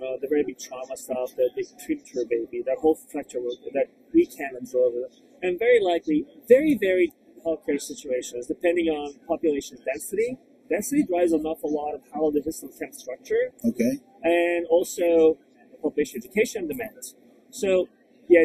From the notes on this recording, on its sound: live from HLTH 2023